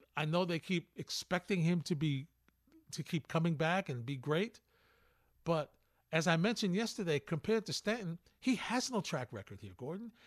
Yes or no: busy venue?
no